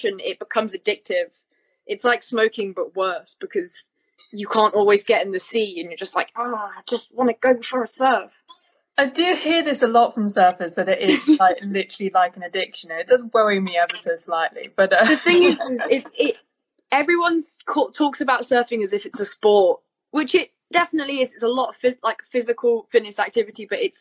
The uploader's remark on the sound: Instagram LIVE conversation